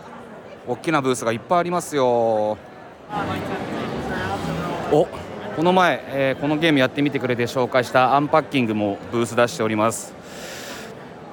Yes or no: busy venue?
yes